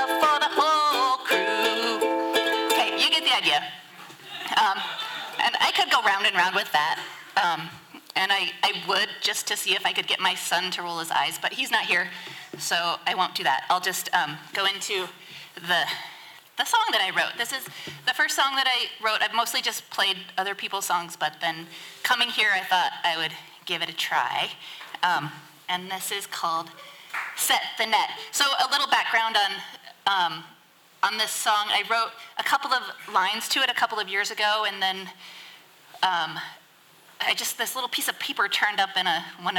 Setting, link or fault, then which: setting, live audience